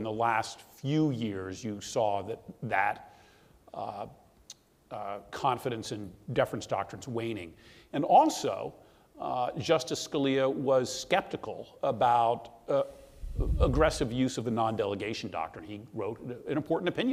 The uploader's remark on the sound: This episode is from the third panel of the Gray Center’s October 14 conference, “The Administration of Antitrust: The FTC and the Rule of Law.”